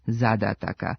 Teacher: Ovoga puta nismo čuli ni jedan njen pogrešan oblik, ali je toliko puta pomenuta da bi trebalo reći kako je u genitivu množine jedino ispravan akcenat ove imenice zadataka, sa kratko uzlaznim akcentom na prvom slogu i dužinama na svakom sledećem